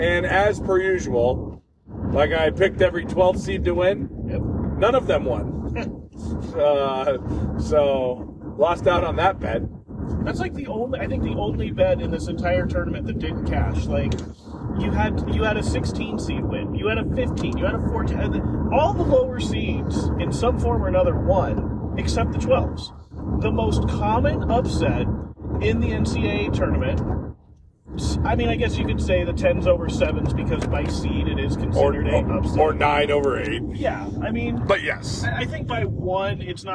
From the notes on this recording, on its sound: As they hit the road for CarCast 3! The guys find themselves in Lebec, California on their way to Los Angeles for Wrestlemania weekend.